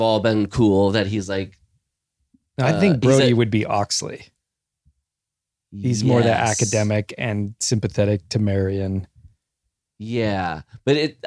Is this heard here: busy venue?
no